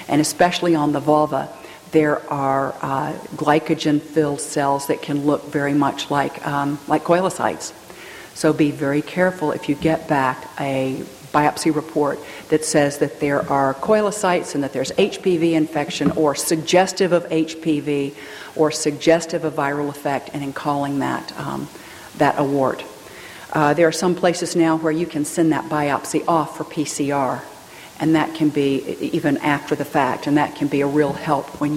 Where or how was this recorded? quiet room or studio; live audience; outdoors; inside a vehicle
live audience